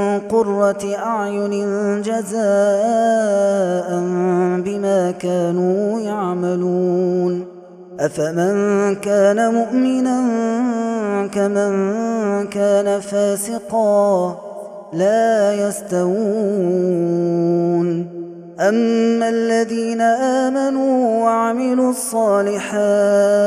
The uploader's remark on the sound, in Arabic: هذا التسجيل من صلاة التراويح